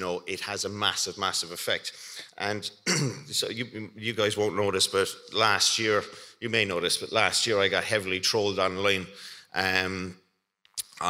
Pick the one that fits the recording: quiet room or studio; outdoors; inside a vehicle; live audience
live audience